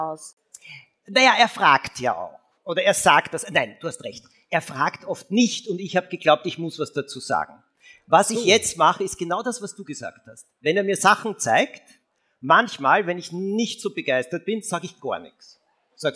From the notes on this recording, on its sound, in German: LIVE vom Ö3-Podcastfestival. Direkt aus dem Livepublikum wurde das Wort der Woche quasi auf die Bühne geworfen.